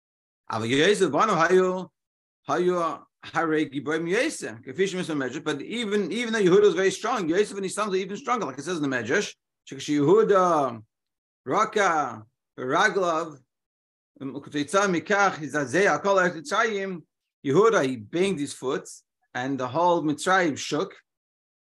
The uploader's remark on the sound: Daily Zoom Shiur